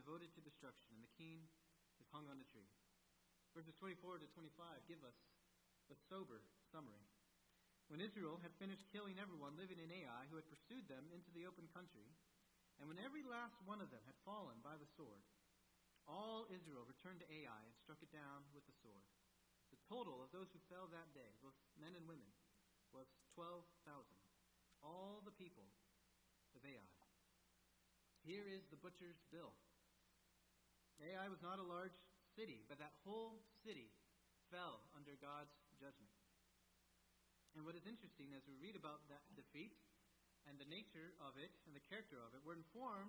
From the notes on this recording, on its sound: At First Baptist Church in Delphi, Indiana. Is an evangelical church in Delphi, Indiana.